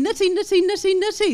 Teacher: the tongue will come down for the IH vowel and back up to the roof of the mouth and then quickly for the flat T and then down again for the E as an E-E opportunity.